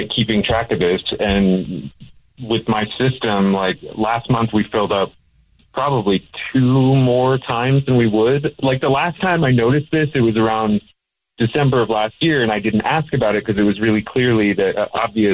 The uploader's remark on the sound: is on the phone